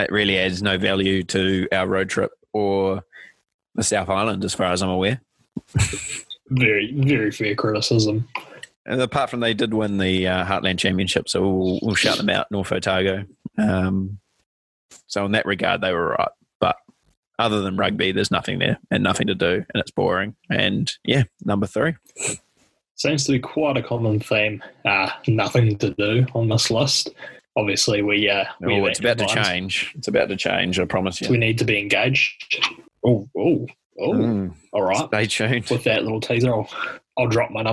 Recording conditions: drop-outs